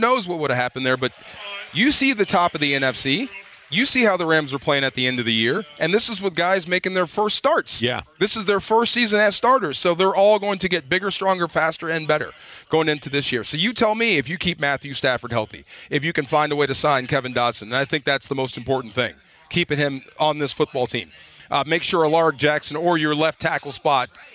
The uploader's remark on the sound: live from YouTube Theater for Rams Revealed